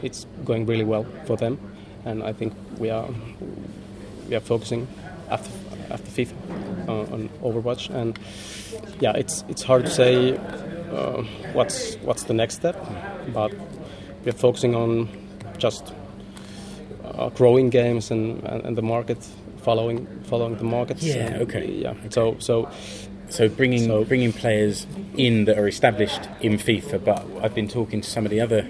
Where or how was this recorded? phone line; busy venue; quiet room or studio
busy venue